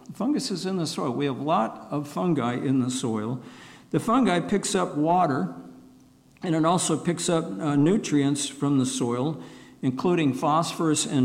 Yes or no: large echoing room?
yes